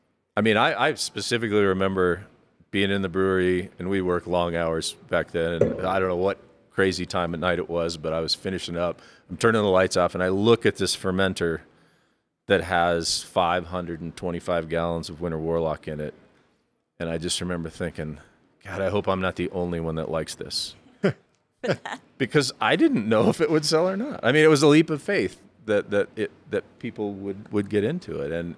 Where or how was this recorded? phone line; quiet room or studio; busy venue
busy venue